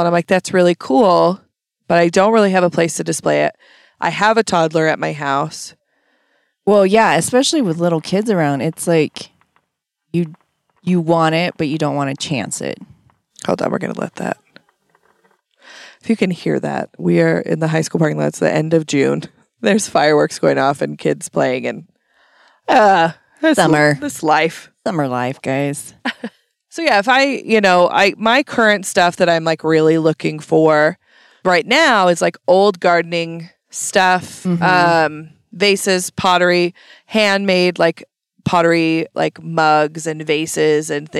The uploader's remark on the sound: An episode that was recorded back in 2020 shortly after quarantine ended. They literally sat in the car, in a parking lot, and pinged off eachother for almost an hour.